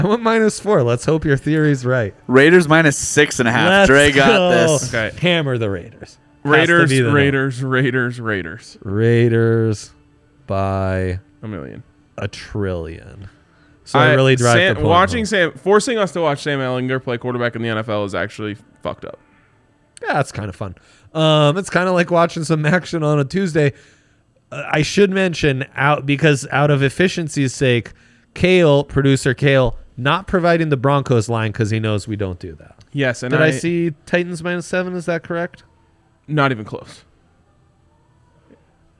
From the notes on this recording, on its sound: LIVE from the DNVR Bar.